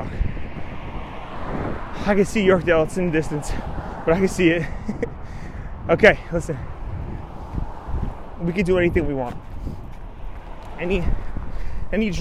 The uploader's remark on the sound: Recorded This Podcast On A Run. Recorded this podcast while on a morning run.